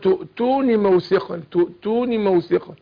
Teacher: هنا النون مكسورة مفيش ياء